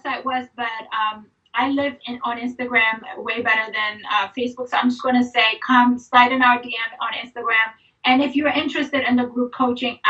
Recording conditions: video call